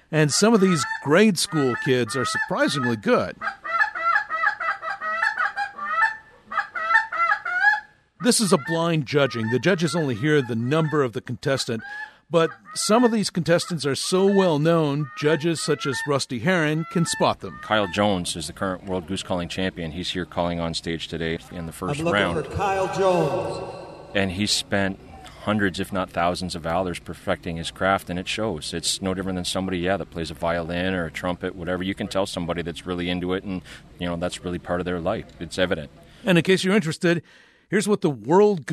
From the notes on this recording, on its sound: You can hear a flock of geese calling, but there’s not a single goose. It’s a bunch of humans, warming up for the goose call contest at the 72nd annual Pointe Mouillee Waterfowl Festival.